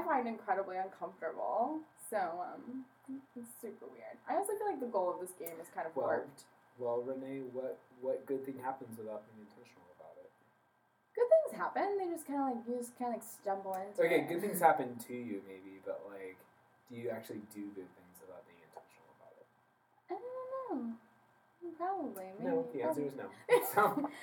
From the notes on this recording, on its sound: Apologies ahead of time for audio quality. We're new to this and we're still learning the technical side of things!